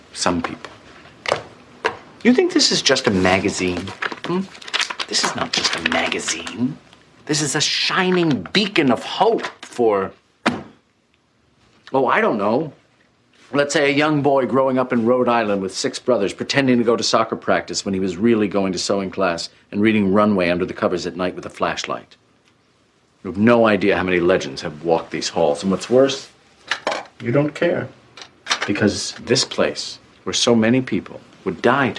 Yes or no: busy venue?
no